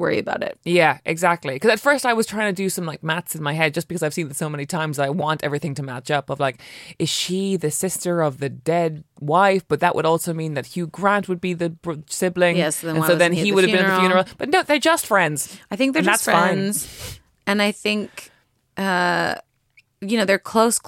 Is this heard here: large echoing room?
no